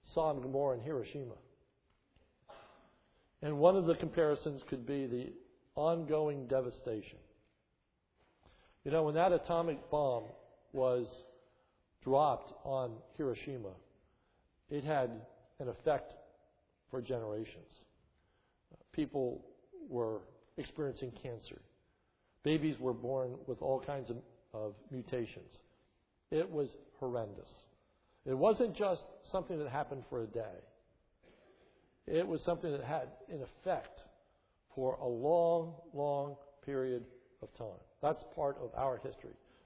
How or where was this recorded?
large echoing room